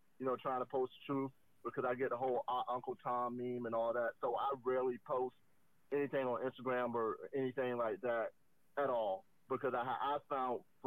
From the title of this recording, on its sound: Live Call